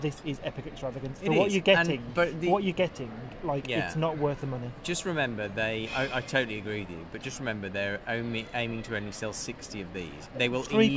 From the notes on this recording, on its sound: Recorded in Heathrow airport and two very different bars in Tokyo. Sip Negronis in the departure lounge. Finish their first night at a women-centric bar called Gold Finger, where they interview the owner.